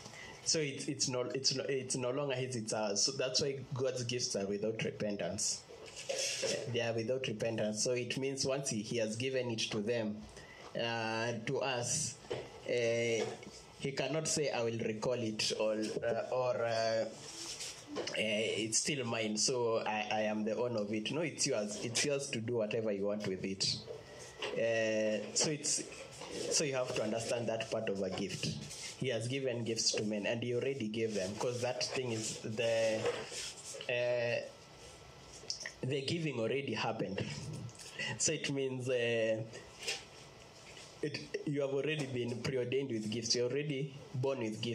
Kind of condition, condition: setting, large echoing room